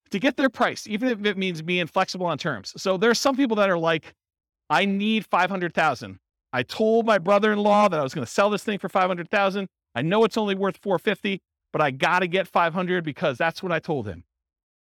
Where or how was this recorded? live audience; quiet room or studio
live audience